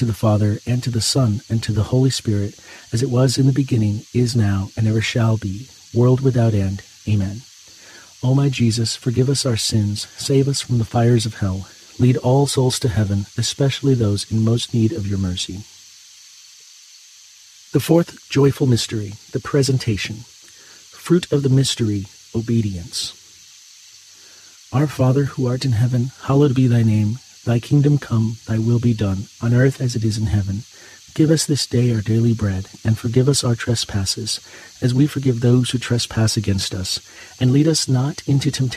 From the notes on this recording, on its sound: Get closer to nature and enjoy the soothing outdoor sounds of cicadas singing on a warm summer night alongside this Saturday rosary.